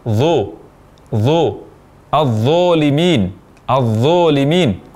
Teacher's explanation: mengucapkan huruf dha dengan bunyi O atau dengan membulatkan bibir ketika huruf dha berharokat fathah